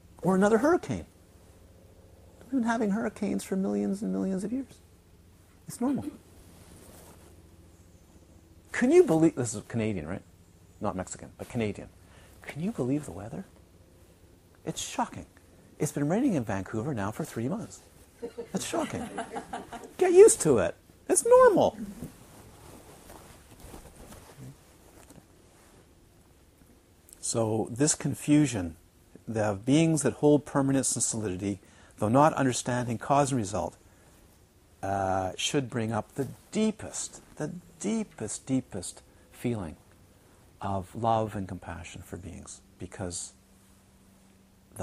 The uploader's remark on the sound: This series of 60 Dharma talks were recorded during a retreat at Crystal Mountain Retreat Centre, Galiano Island, during July and August of 2012.